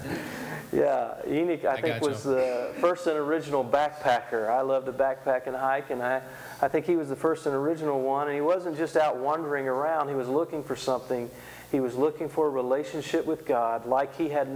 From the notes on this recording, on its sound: This was recorded before a live audience.